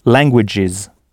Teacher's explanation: au pluriel, « languages », avec le son final « is »